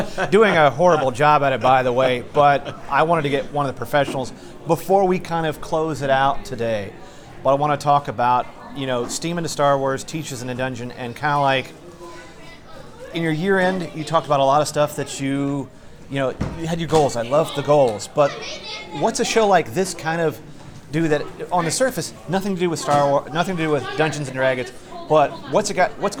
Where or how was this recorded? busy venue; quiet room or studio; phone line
busy venue